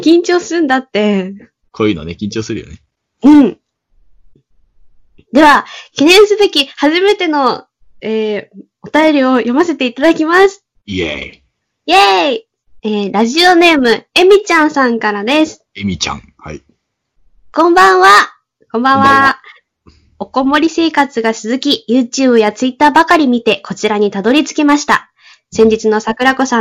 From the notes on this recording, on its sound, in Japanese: Skype録音にて収録。